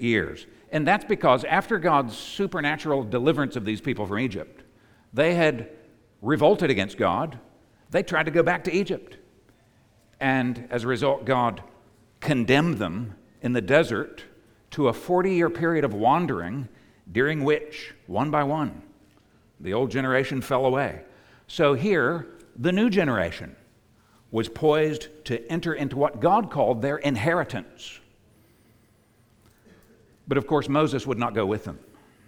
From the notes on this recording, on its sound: preached at the United Christian Church of Dubai